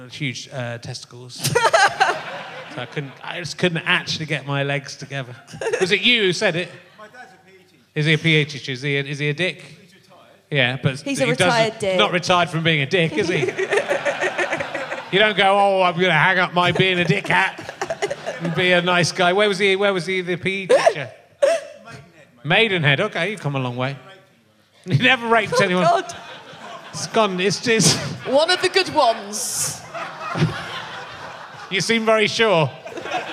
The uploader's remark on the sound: An interjection from the audience. It was a mistake to bring the show to the provinces.